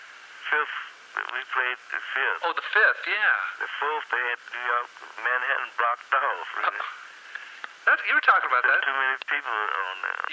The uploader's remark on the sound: Phone call